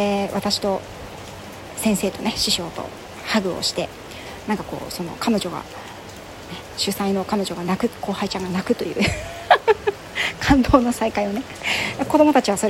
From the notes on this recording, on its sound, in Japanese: セミナー会場も、宿泊先も、電波が弱い。WiFiも着いたり消えたり。会場からの興奮はボイスメモで残しました。